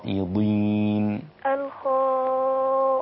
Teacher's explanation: أربعة ليه أربعة؟ عشان وراها همزة. وراها همزة مش حرف مشدد.